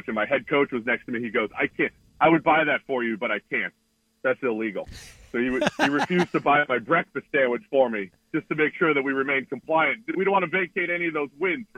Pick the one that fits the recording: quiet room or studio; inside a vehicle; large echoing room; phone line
phone line